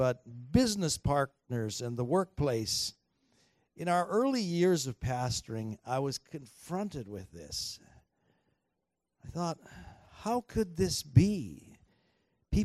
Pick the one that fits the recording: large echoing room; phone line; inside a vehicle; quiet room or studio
large echoing room